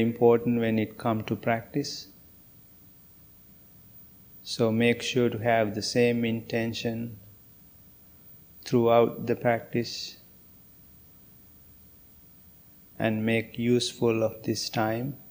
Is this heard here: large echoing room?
yes